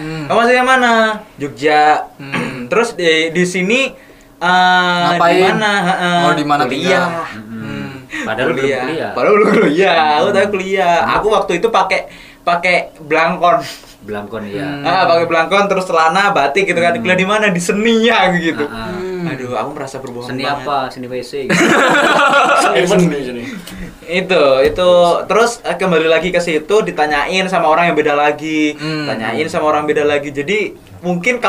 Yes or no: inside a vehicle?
no